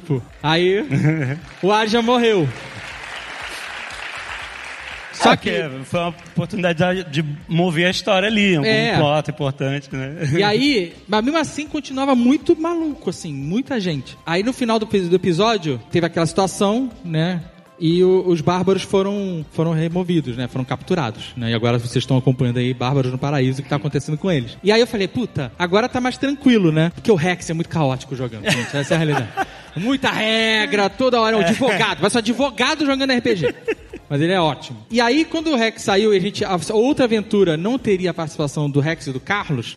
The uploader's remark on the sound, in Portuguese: Ao vivo no Spotify Podcast Festival